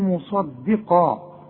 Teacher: الصاد مفخمة والقاف مفخمة، الدال مرققة، هنقول مصدقة